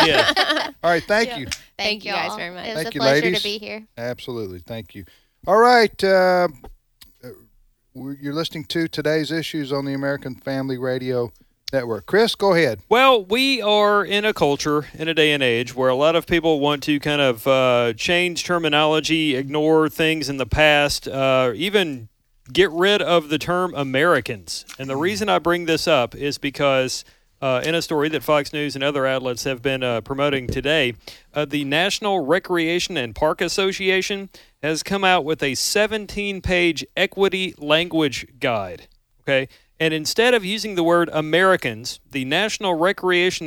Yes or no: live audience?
no